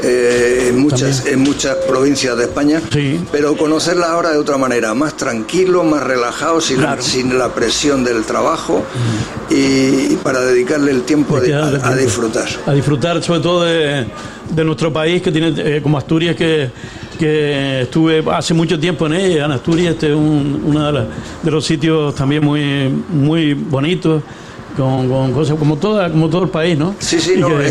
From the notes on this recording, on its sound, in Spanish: En directo esta mañana desde el Boomerang. Este acto de reconocimiento está organizado por Radio Insular y Bar Cafetería Boomerang.